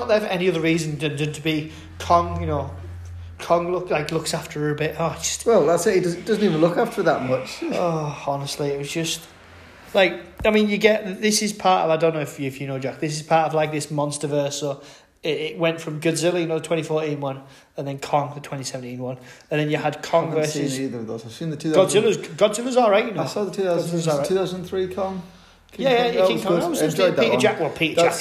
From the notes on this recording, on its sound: in an extremely echoey apartment